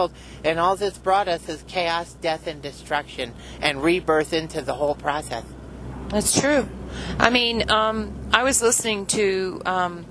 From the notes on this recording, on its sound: Car Conversations. Today we had another conversation with our spirit family in the car.